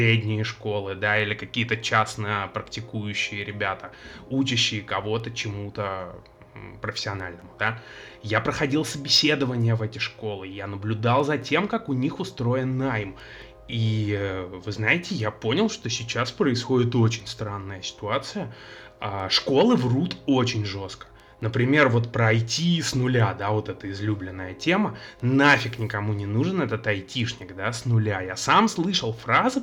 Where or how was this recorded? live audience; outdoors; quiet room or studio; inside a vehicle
quiet room or studio